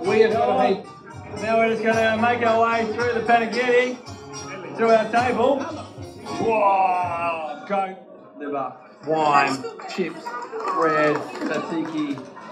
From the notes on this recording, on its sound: Live Recording Part 2. This recording from the event.